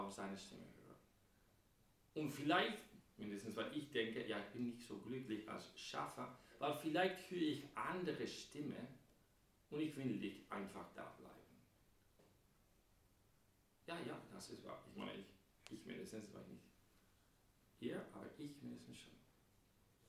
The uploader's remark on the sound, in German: Am Gute Hirten Sonntag. Bei der 9:00 Messe gepredigt.